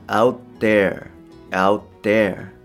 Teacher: 舌先を t のところに持っていきつつ脱落させる